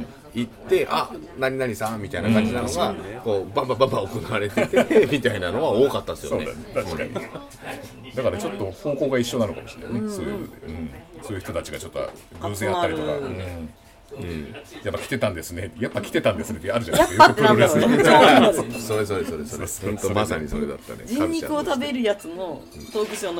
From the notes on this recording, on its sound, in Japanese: 今回は東京都八王子の居酒屋「暫」さんで出張収録を行いました。